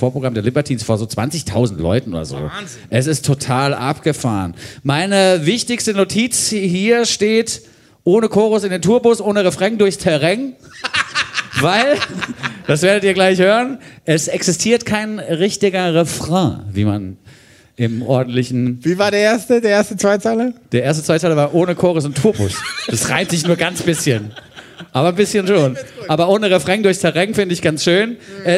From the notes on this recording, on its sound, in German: Eine weitere Live-Ausgabe des FluxFM Zuckerstücklis auf der Dussmann-Bühne